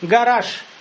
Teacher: «Гараж» слышится, как будто буква «ш» в конце. Потому что оглушилась.